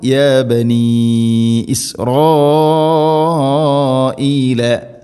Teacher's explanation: നിർബന്ധമായിട്ടും നീട്ടേണ്ട മദ്ദ് നാലോ അഞ്ചോ ഹർക്കത്തിൻ്റെ ഖദറിൽ, മദ്ദ് മുത്തസിൽ വാജിബാണ്.